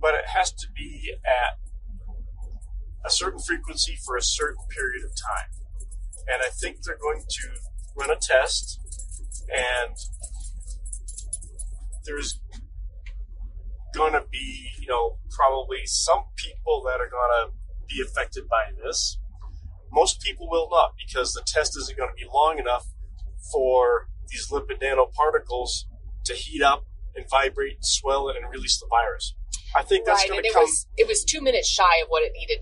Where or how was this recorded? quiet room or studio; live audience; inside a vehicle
inside a vehicle